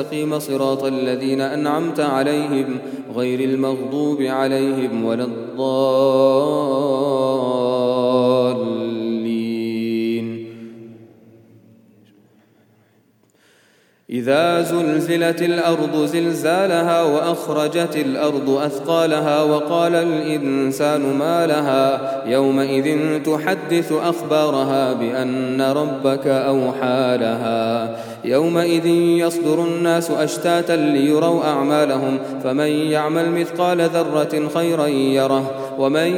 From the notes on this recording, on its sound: at the Houghton Masjid (West Street)